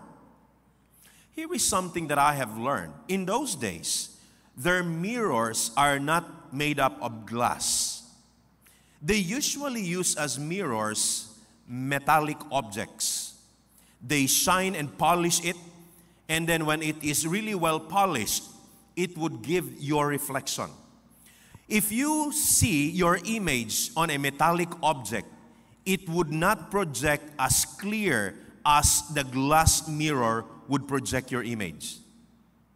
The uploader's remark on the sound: This podcast was recorded live last June 18, 2023 at Zamboanga City Alliance Evangelical Church.